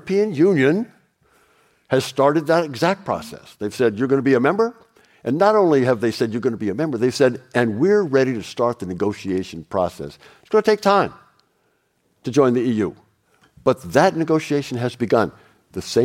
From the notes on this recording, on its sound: Live from the US Embassy. The team appeared on stage at the US Embassy in London for a live recording.